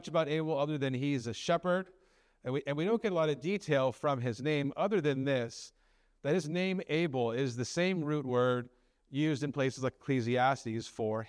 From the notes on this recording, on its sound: At Living Hope Orthodox Presbyterian Church (OPC) in Cerritos, CA.